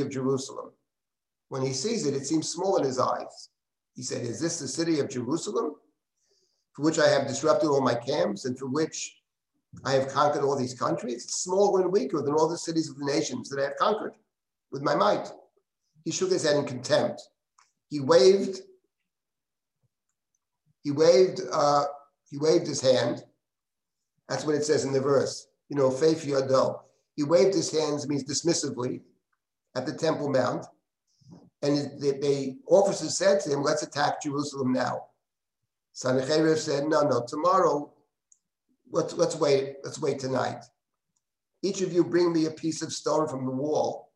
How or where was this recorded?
video call